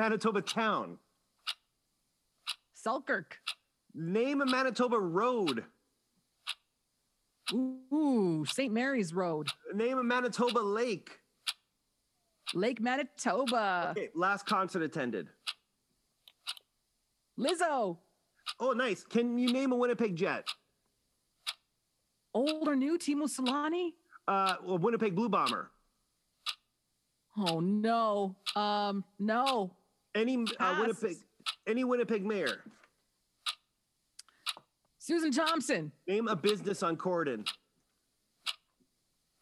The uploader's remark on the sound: calls in from her home in Las Vegas